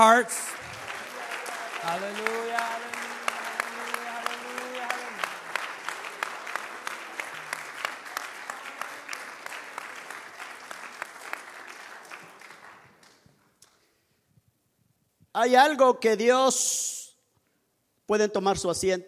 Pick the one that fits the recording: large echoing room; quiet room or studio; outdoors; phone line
large echoing room